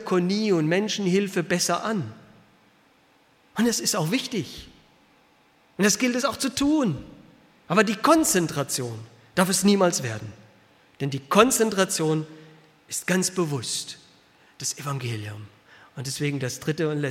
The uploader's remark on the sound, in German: aus dem Gottesdienst der Liebenzeller Mission